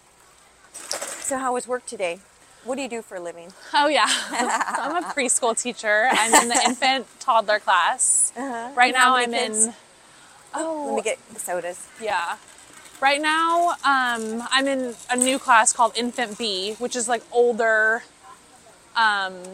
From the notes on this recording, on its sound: a Friday afternoon trip to Costco